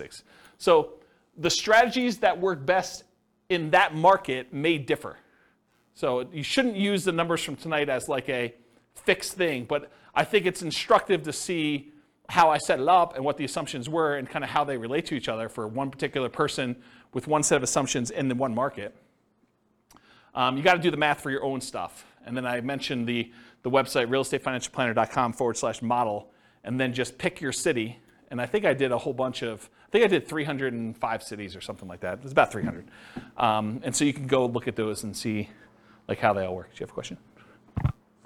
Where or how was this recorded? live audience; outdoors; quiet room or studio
live audience